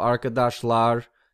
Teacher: it's lar, not ler, because arkadaş is in the back of your mouth. Lar is also in the back of your mouth.